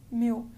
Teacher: when I say this word mil, you really don't hear an L sound at all